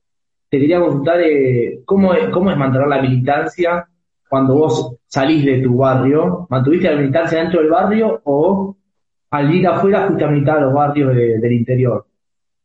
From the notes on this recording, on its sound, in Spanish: una entrevista desde Instagram Live